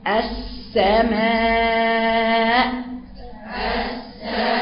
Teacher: لكن عند قراءتنا لحفص، قراءة حفص بيبين الهمزة